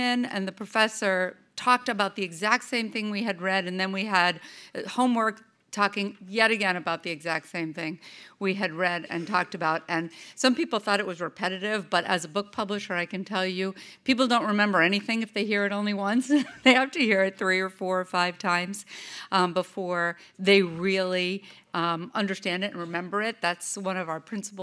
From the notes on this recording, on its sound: Her remarks were recorded at the 2019 Western Women's Summit held in Santa Barbara CA on April 5-6.